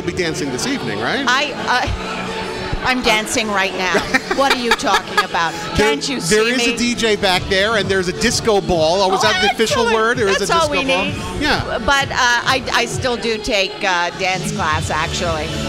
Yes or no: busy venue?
yes